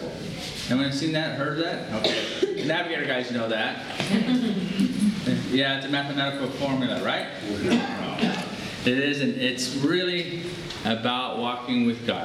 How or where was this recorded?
live audience